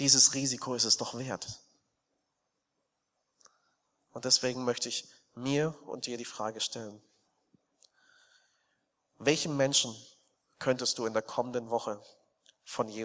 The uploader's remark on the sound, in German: aus dem Gottesdienst der Liebenzeller Mission vom 18.